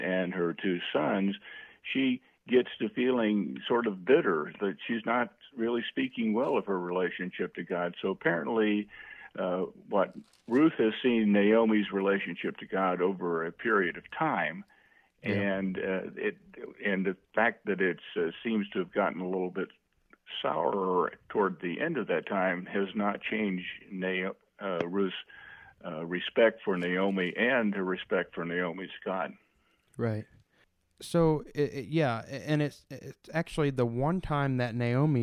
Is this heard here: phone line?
yes